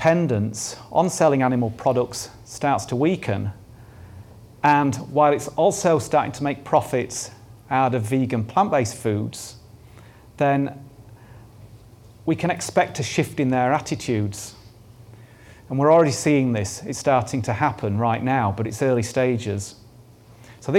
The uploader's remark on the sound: This talk was recorded at Vevolution Topics: Effective Advocacy 2018